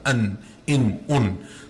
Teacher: when you say an or in, it's as if there is a noon within that sound · Term: tanween